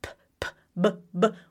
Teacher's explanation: What's the difference? Nothing in your mouth, just in your vocal folds.